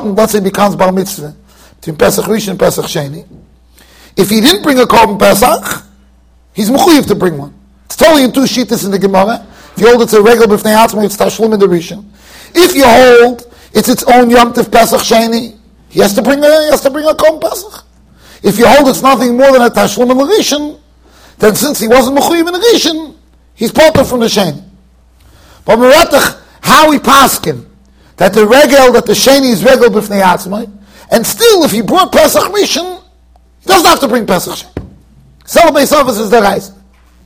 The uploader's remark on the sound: Shiur recorded in Yeshivas Ohr Reuven, Monsey NY.